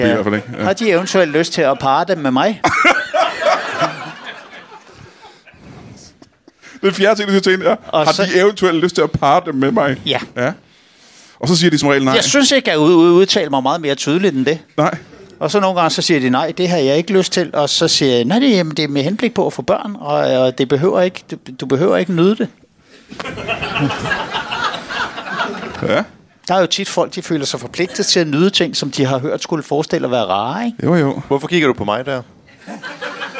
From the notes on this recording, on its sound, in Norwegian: Endelig tilbage på 27b i gode gamle Kolding. Publikum er levende.